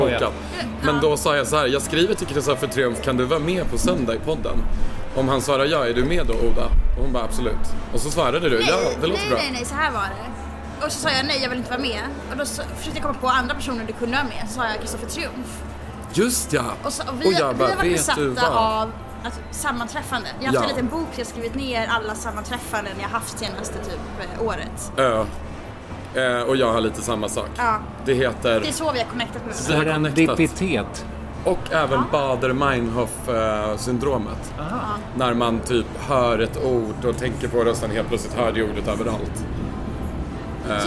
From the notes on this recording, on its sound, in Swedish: Spelades in live på Stockholmsklubben Trädgården, de sista skälvande timmarna innan rökförbudet på uteserveringar trädde i kraft.